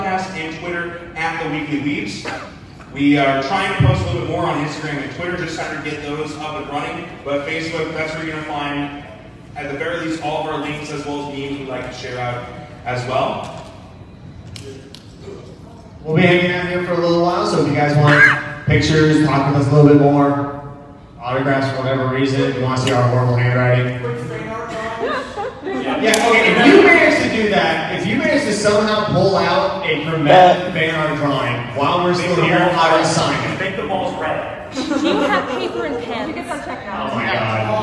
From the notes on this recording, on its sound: Here is the audio from the panel at AnimeIowa Panel.